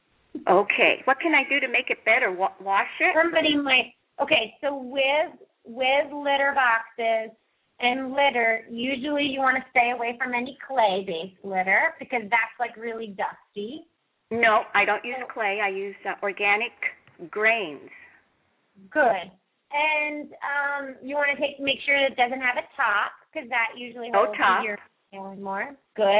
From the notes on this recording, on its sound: open up the lines for listeners to call